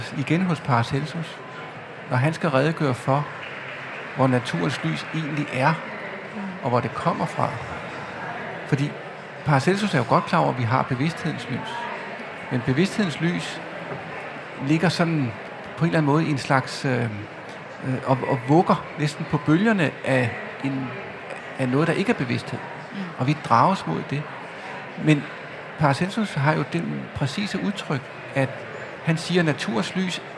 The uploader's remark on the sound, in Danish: Live fra Bogforum i København.